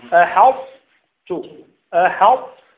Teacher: تأتي بتفخيم الطاء دون قلقلتها، تعطيها صفة الإطباق ولكن لا تقلقل، لا تقول أحاطت، تقول أحط، أحط، أنت أعطيتها لا تقلقلها بس أحط، أحط، وليس أحدت، أحدت.